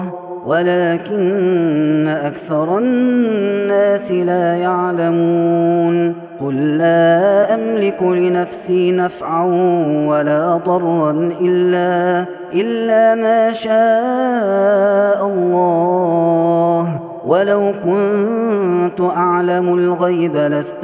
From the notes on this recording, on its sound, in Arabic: هذا التسجيل من صلاة التراويح